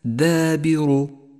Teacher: المثال الأول في كلمة دابر. دابر، تأمل الألف المرققة وإياك من تفخيمها، فقد جاء قبلها حرف مرقق وهو الدال، والألف تتبع ما قبلها في الترقيق والتفخيم، وهي هنا مرققة لأنها سبقت بمرقق.